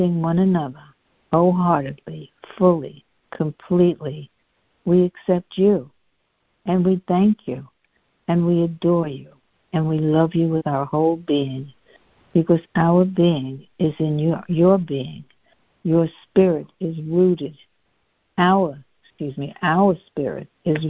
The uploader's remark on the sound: CONF CALL. Students are joining together on a Free Conference Call.